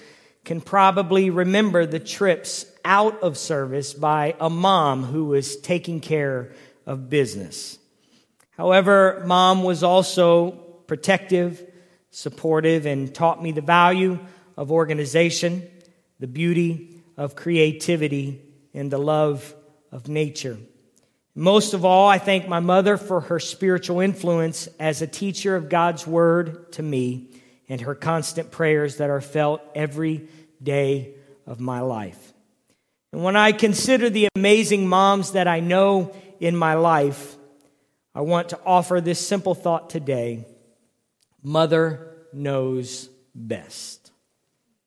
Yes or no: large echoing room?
yes